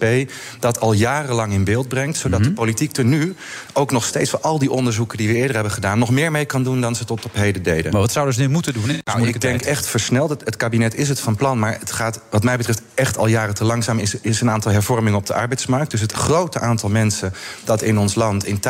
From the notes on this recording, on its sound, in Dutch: Live vanuit het Double Tree by Hilton Hotel in Amsterdam